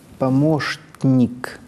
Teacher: И если между «ш» и «н» чтец вставит еще «т», причем «т» не такое, которое взрывается сюда, вперед, а «т», которое взрывается в носоглотку, в «н» · Term: фаукальный взрыв